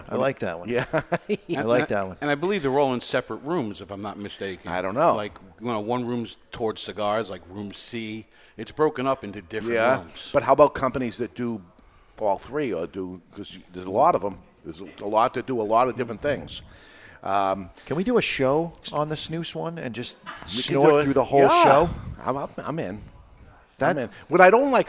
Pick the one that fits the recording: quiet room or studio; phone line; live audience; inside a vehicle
live audience